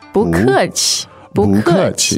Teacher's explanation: when 不 is followed by another fourth tone, 不 often changed to the second tone